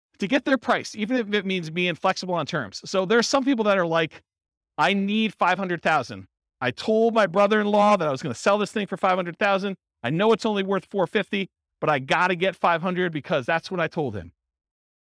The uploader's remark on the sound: This was a live class recorded. Real estate investors and real estate entrepreneurs in Austin, Texas.